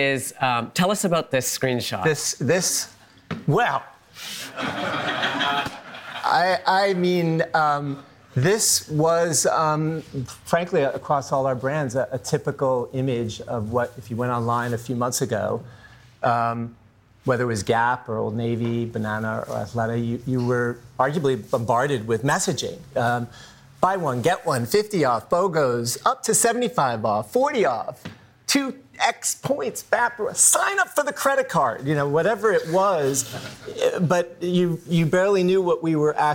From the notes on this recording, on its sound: a live conversation from BoF VOICES 2023